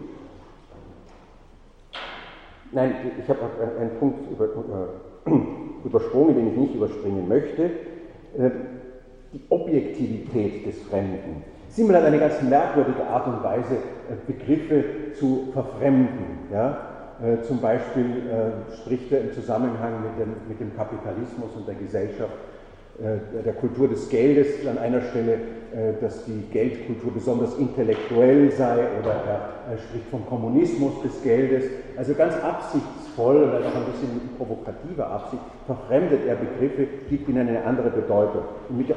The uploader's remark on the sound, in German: Diese Vorlesung wurde von Studierenden der Uni Wien aufgezeichnet